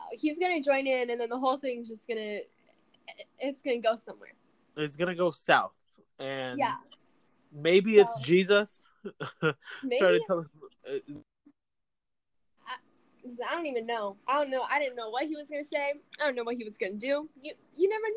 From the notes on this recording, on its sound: we also apologize for the technical difficulty